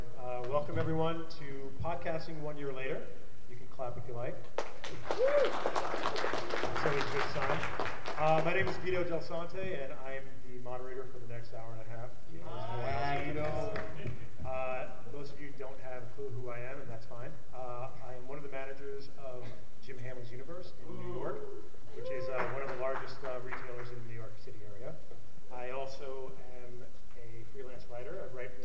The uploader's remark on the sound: The San Diego Comic Con. This is the audio from the momentous second annual San Diego Comic-Con Comics Podcasters panel. Live from San Diego.